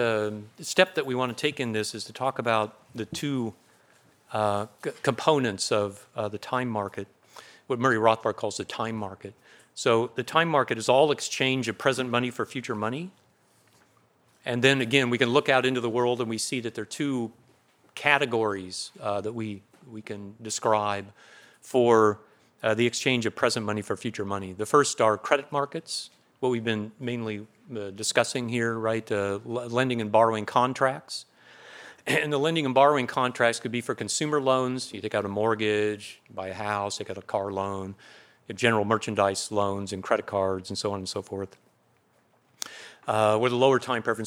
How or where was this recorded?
large echoing room